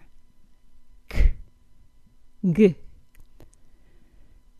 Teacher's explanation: Notice that when we create the G sound, or K sound for that matter, the tongue presses against the soft palate. Then the tongue is released with a little puff of air.